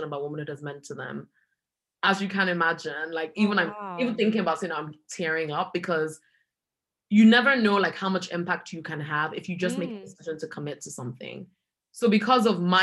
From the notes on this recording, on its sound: This episode is recorded over zoom so the audio quality is affected